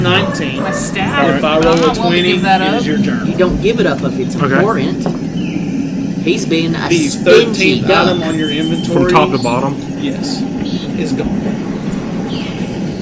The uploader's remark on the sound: This episode was recorded in person in a local cardshop and lightly edited to just remove gaps of silence.